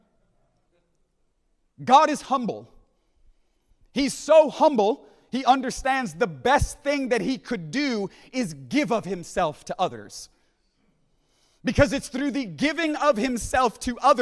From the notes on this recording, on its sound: at the Deeper Conference hosted by Home Church in Long Island, NY.